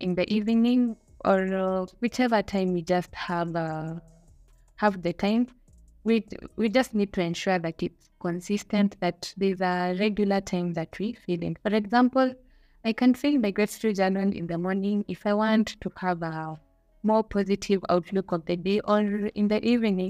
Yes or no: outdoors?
no